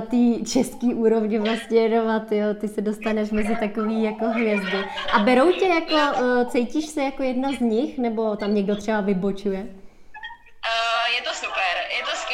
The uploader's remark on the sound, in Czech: Záznam IG live streamu